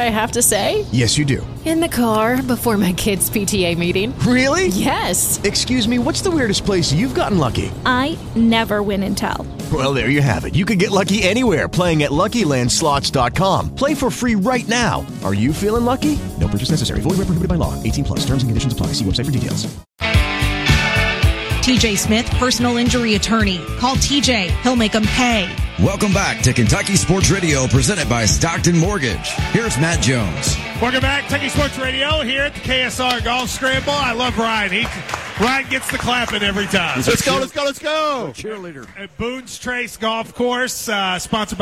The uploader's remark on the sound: Live at the KSR Lexington Golf Scramble